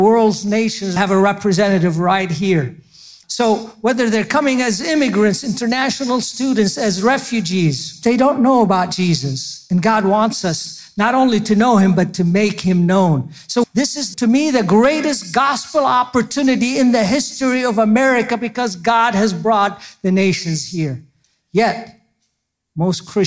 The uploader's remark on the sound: Don’t miss this excerpt from our recent Blue Cord Women's Conference.